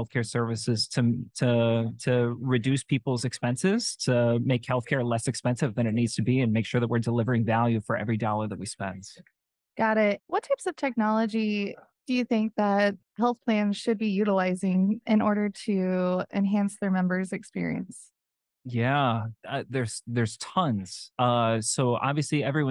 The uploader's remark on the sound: This episode recorded live at the 2023 Becker’s Payer Issues Roundtable in Chicago.